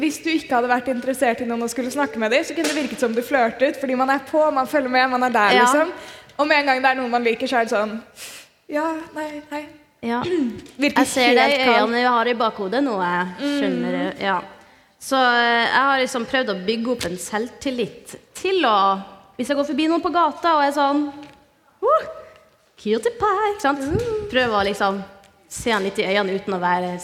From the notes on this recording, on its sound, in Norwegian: (LIVE). Har besøkt Klæbu ungdomsskole for å spille inn en episode forann publikum!